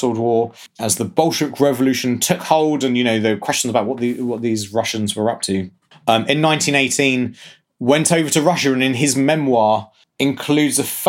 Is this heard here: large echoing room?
no